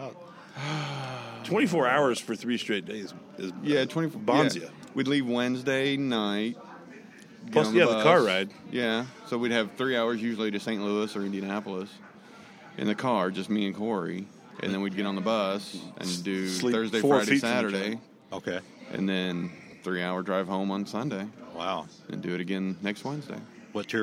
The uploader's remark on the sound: On Location at Doc's. Goes on location to Doc's Sports Bar in Evansville. From the stage at his bar. The lunch crowd didn’t seem to care.